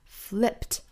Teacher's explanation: 这个尾音的话呢，应该读成一个清辅音 t，而不是 d